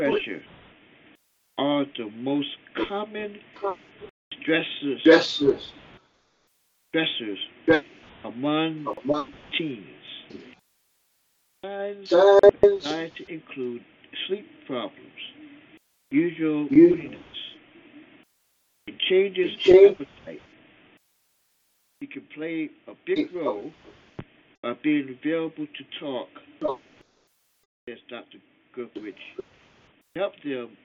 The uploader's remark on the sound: your phone calls